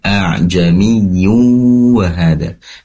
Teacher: Kemudian a'jamiyyu hada, di situ ada tanwin memang, namun setelahnya ada waw, yang mana tanwin ini tidak dibaca tanwin dengan jelas, melainkan dimasukkan kepada huruf waw sehingga menjadi dhamma